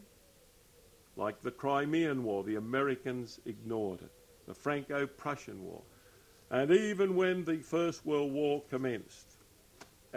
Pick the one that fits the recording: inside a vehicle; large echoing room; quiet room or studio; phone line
large echoing room